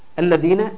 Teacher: الياء ساكنه وما قبلها مكسور، حرف مد طبيعي يبقى مد طبيعي ومد بمقدار حركتين